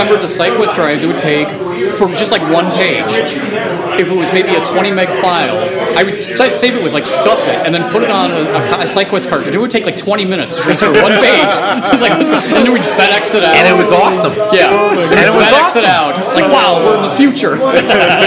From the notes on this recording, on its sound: Things get more and more hectic as the show moves along and the crowd grows for this evening of comics, art and plenty of beer.